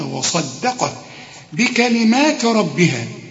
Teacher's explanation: الدال اوعى تطلعها لي ضاد